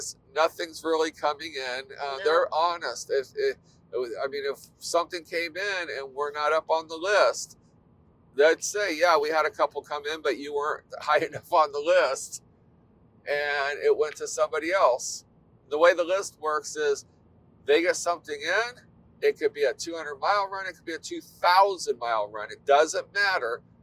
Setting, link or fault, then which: setting, inside a vehicle